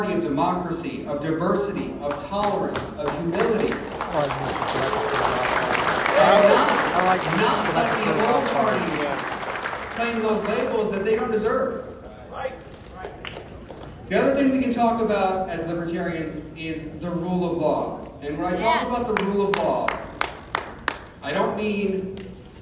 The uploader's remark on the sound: LIve FromThe Libertarian Party Convention. Another from my series of recordings I made at the Libertarian national convention in Reno.